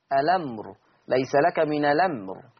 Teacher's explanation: هشيل الهمزة واخد الفتحة حطها على اللم فتبقى اللم مفتوحة · Term: النقل